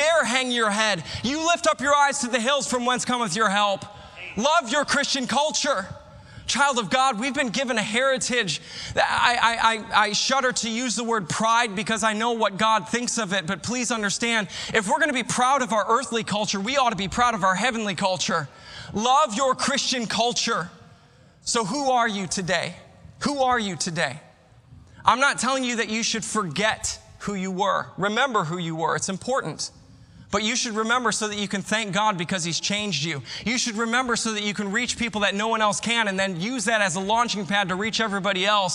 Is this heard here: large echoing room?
yes